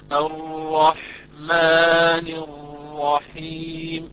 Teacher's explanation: لاحظوا الرحمن هذه طولها حركتان، ألف حركتان، لكن ربما أقرأها بطريقة أسرع فأقول الرحمن الرحيم.